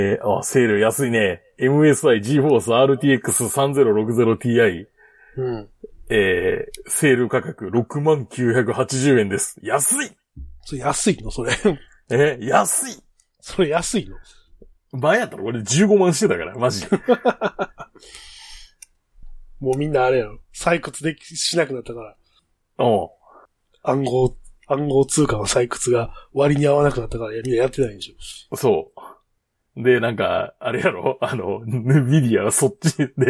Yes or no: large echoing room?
no